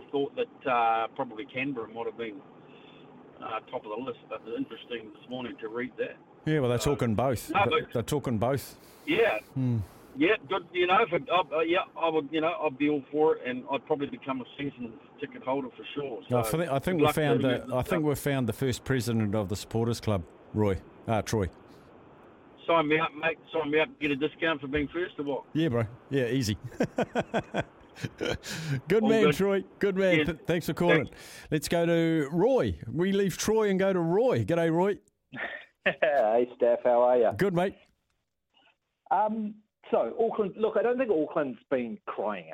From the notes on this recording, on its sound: hits the phone and text line to see what listeners have to say